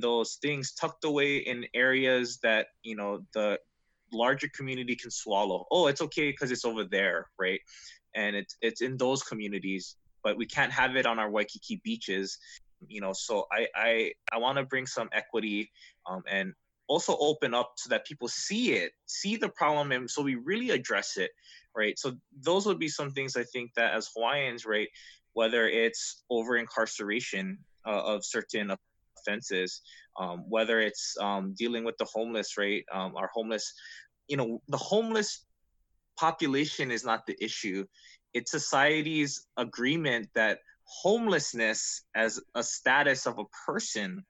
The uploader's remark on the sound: have a #zoom chat